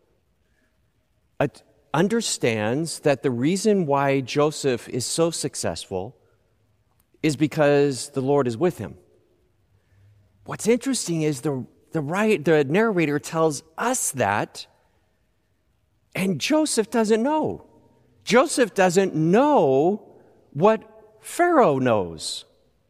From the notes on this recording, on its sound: Recorded live at Beatitudes Church in Phoenix, AZ.